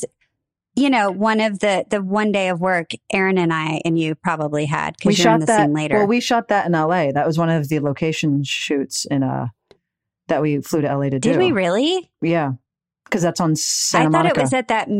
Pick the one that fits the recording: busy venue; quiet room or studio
quiet room or studio